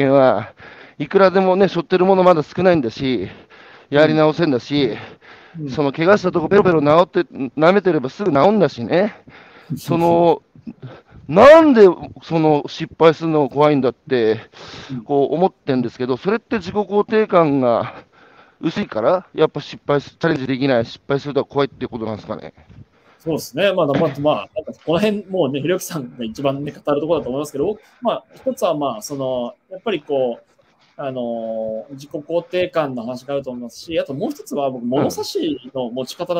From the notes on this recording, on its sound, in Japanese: 歩きながら1時間、対談する